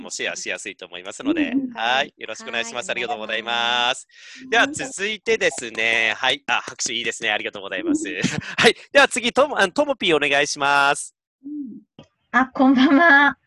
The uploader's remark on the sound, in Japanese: カラフル・スペース放送局』は、ZOOMを使っての新しい形のトーク番組。